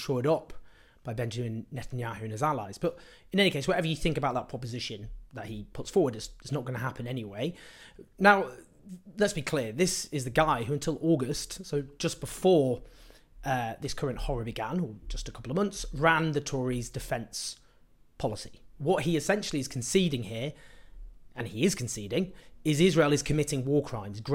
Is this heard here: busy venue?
no